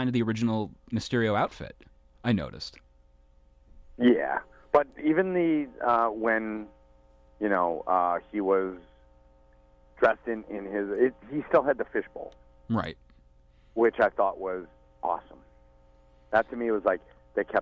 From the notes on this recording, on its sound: A telephone call